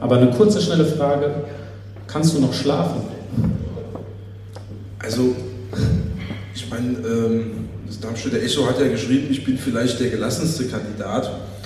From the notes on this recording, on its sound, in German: in einer LIVE-Aufzeichnung vor Publikum